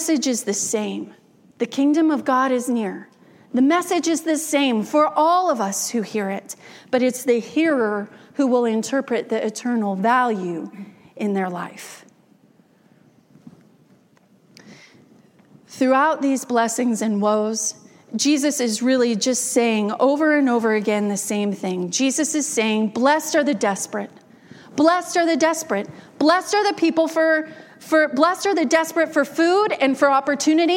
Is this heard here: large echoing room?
yes